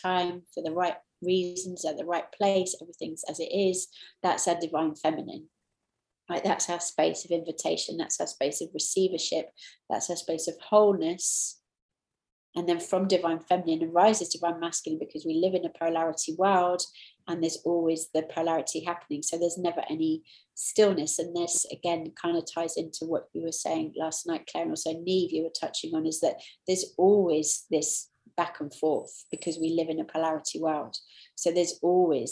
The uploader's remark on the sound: Taken from the New Year Online Retreat.